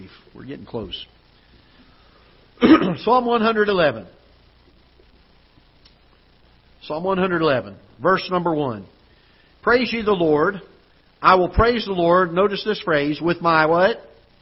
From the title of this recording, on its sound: Ketha Heights Baptist Church ~ Live Broadcast